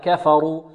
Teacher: الراء هنا ماذا؟ مفخم، الكاف مرقة والفاء مرقة، لا نقول كفروا، البعض يفخم الكاف والفاء يقول بل الذين كفروا، خطأ، بل الذين كفروا، بل الذين كفروا، هكذا كفروا.